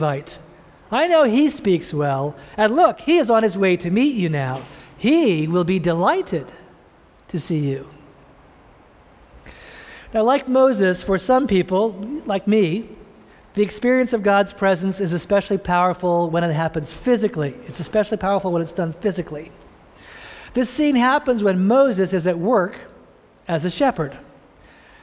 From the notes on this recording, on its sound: preached this sermon at the Vineyard Christian Fellowship of Greater Boston in Cambridge, Massachusetts